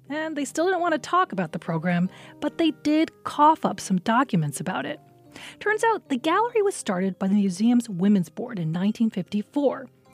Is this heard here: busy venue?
no